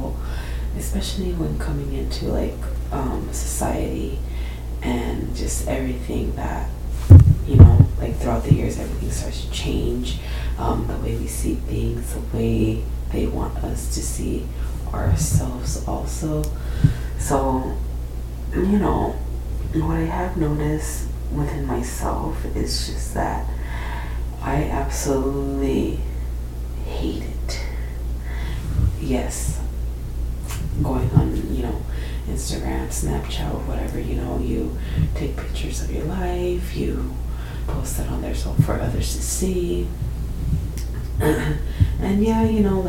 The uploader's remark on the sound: some static/background noise in this episode